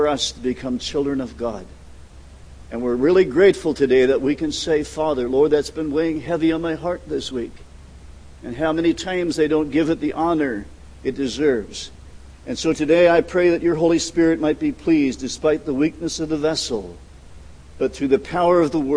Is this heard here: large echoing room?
yes